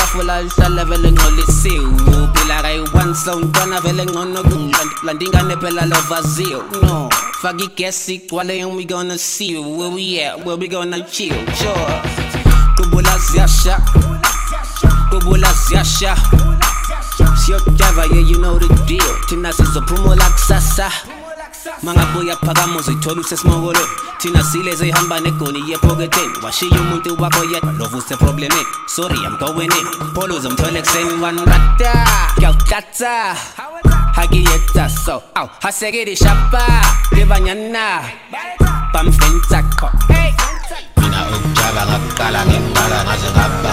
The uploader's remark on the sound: LIVE AUDIO RECORDING DJ SET